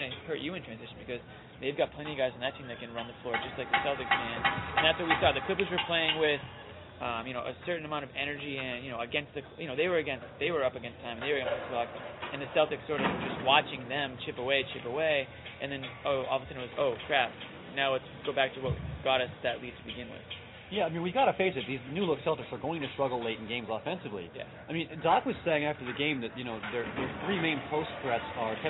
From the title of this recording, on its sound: Live from TD Garden